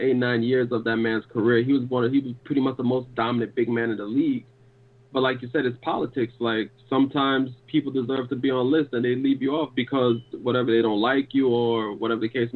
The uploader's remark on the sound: LIVE after the game while taking phone calls from listeners.